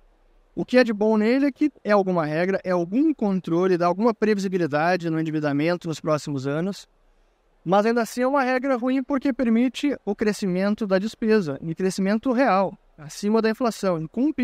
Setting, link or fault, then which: setting, busy venue